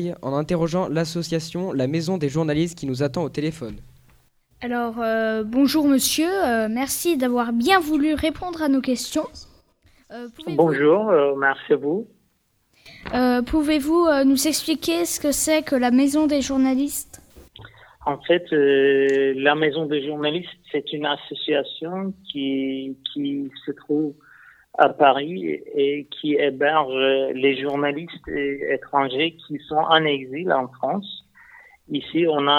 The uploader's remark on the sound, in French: L'interview en direct, par téléphone, du directeur de l'école de journalisme de Toulouse. Un échange, toujours en direct, avec un journaliste réfugié politique en France.